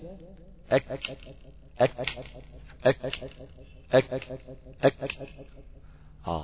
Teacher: بالنسبة بقى لمخرج حرف الكاف، اك اك اك اك اك اقصى اللسان مع ما يقابله من الحنك اللحمي والعظمي. نقطة التقاء اللحمي مع العظمي لما بيصطدم بهما اقصى اللسان يخرج حرف الكاف.